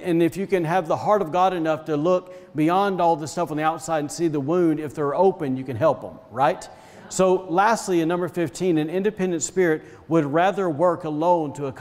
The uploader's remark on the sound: was recorded on Sunday, March 21st, 2021, during service at The Anchor Church in Rockport, Maine